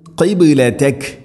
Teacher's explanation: ആയത്തിൻ തബിഉ ആയത്തിൻ മാ തബിഉ ഐൻ തൊണ്ടയുടെ മധ്യഭാഗം, ഐനിൻ്റെ മഖ്റജ് മാ തബിഉ തബിഉ അല്ല തബിഉ ഖിബ്ലതക ഖാഫ് ഖാഫ് ഉച്ചരിക്കുന്ന സമയത്ത് തൊണ്ടയുടെ മുഗൾ ഭാഗവും കഴിഞ്ഞ് ചെറുനാക്കിൻ്റെ ആ ഒരു ഭാഗമാണ് ഖാഫിൻ്റെ മഖ്റജ്, പ്രത്യേകം ശ്രദ്ധിക്കണം.